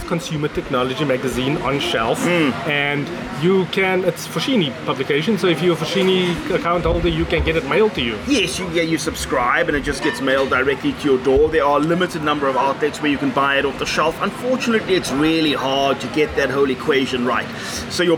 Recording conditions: background noise